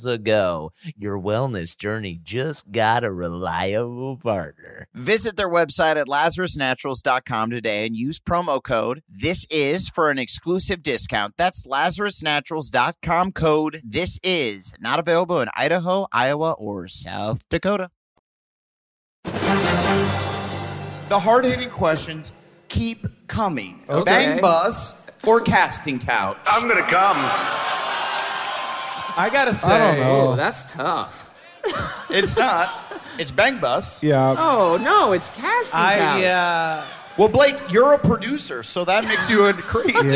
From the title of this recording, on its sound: Live From Boston